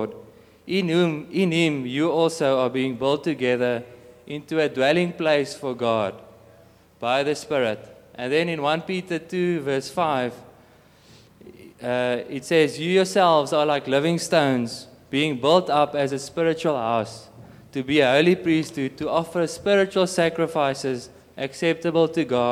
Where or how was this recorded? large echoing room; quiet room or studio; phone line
large echoing room